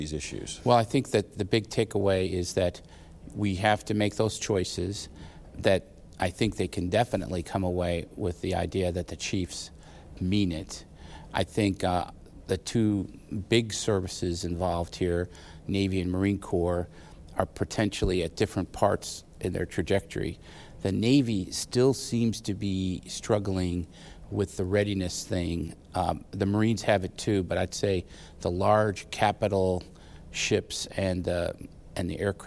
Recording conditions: busy venue